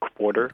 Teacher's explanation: one version of it has a kind of subtle W to it, so it's more like quarter.